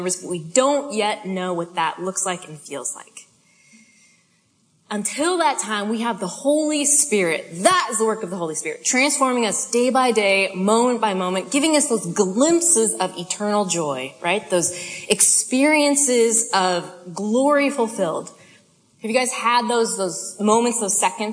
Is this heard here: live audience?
yes